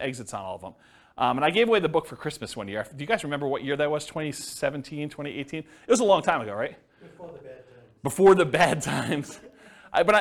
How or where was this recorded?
live audience